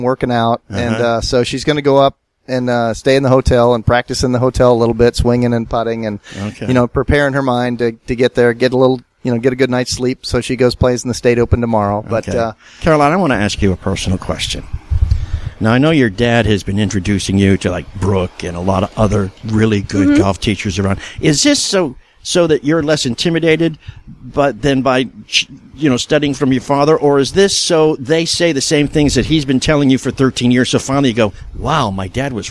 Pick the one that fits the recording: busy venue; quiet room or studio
busy venue